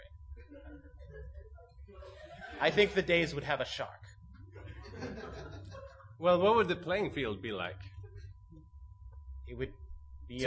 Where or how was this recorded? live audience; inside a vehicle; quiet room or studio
live audience